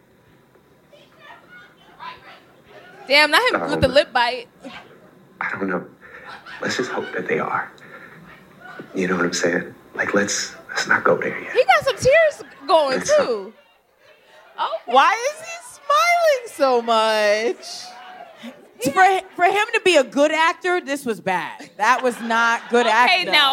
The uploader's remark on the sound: This week, Scam Goddess is Live from the Den Theatre in Chicago.